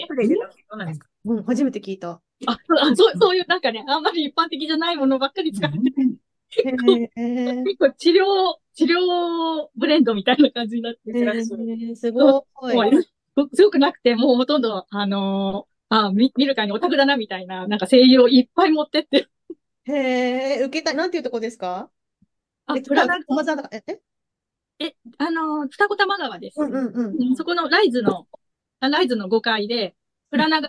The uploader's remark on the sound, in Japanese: 毎月１回、ZOOMで集まってお話ししています。